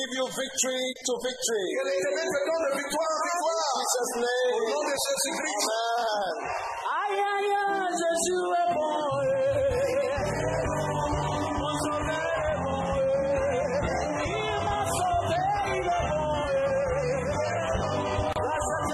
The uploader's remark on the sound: Preached at the Healing Jesus Crusade June 2023, Libreville-Gabon.